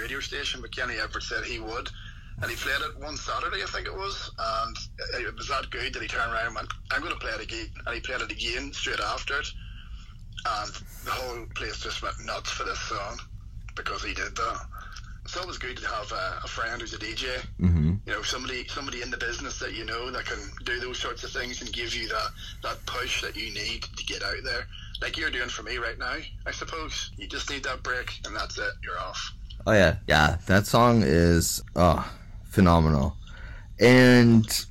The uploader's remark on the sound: via phone